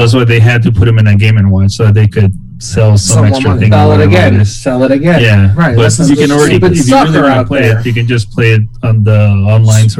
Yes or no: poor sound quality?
yes